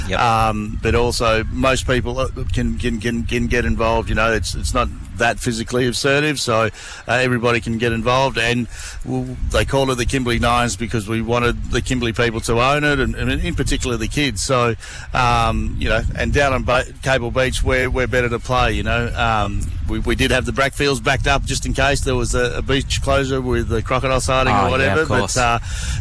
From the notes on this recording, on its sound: broadcasts live from Cable Beach for the Kimberley 9's event